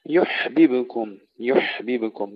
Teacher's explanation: مسكن الحاء مع الهمس بدون قلقلة، قلقل الباء